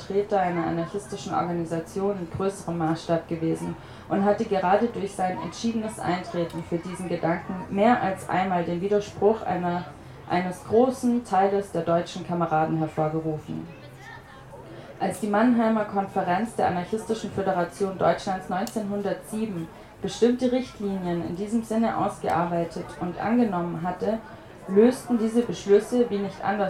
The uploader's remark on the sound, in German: Gelesen auf dem Holzrock Festival in Schopfheim.